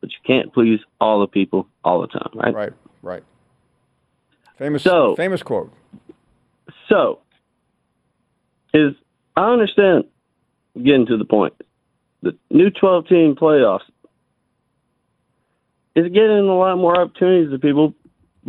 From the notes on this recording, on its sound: Final hour of an interesting show and we wrap things up with nothing but your phone calls.